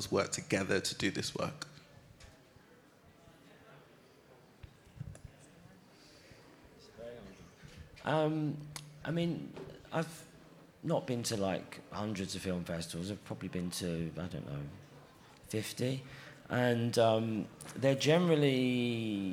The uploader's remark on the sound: Panel discussion presented at Cannes Docs 2023 at the Marché du Film, Festival de Cannes on May 20, 2023